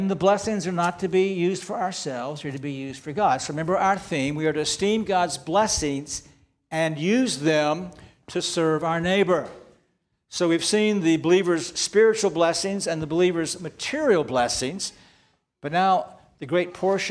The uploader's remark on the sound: This sermon was preached on September 10, 2023 at Antioch Presbyterian Church, a mission work of Calvary Presbytery of the Presbyterian Church in America located in Woodruff, South Carolina.